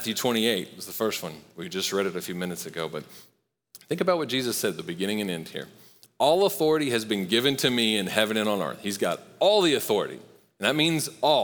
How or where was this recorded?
large echoing room